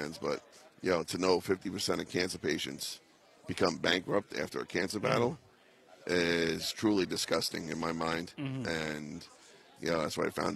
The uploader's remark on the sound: Live From Radio Row